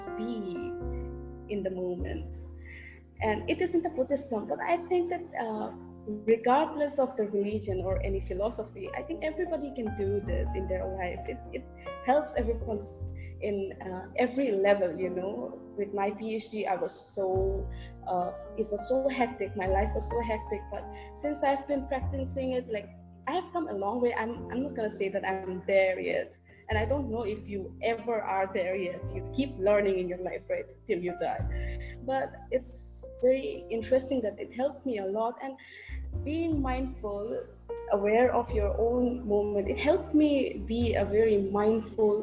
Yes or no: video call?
yes